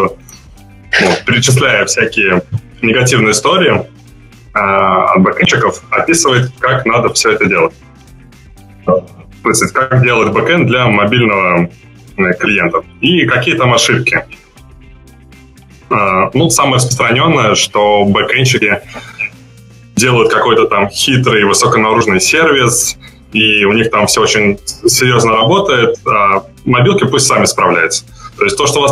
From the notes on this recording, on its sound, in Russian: Формат новый, выпуск - пилотный, так что звук слегка потрачен, извиняйте :)